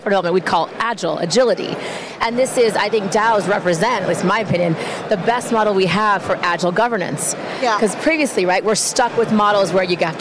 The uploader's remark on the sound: Live from Consensus in Austin, Texas